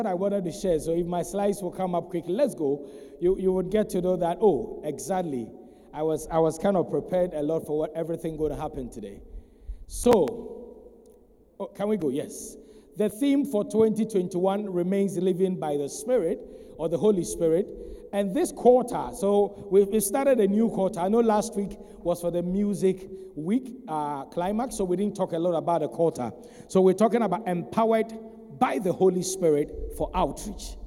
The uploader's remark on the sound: Sermon preached at CBC Shiashie